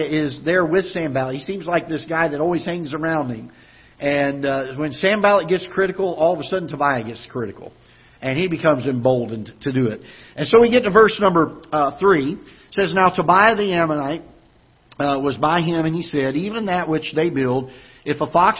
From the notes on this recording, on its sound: Ketha Heights Baptist Church ~ Live Broadcast.